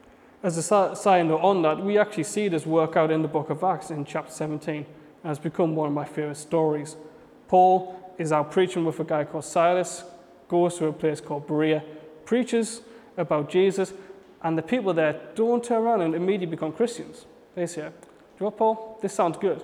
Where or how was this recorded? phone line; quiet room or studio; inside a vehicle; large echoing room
large echoing room